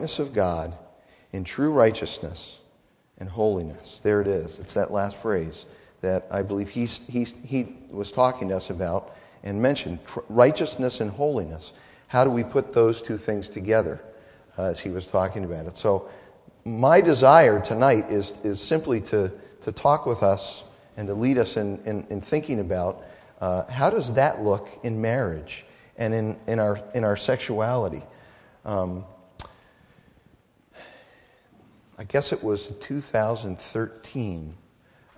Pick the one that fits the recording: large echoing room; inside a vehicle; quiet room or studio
large echoing room